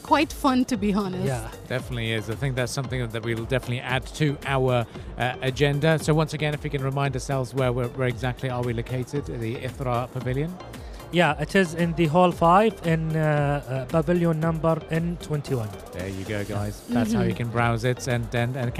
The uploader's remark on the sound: Live at SIBF 2023